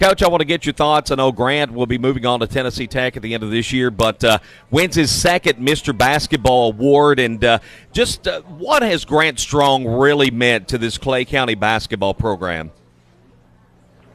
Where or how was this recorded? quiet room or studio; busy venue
busy venue